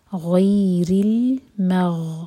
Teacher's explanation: آگے غیر، غین heavy letter ہے تو منہ بھر کر پڑھیں گے غ، اس کے بعد ہے یا ساکن، تو یہ ہوگا مدلین. غی، غیر، رو کے نیچے کسرہ تو رو باریک ہوگا. غیر المغ، غین ہیوی لیٹر ہے منہ بھر کر.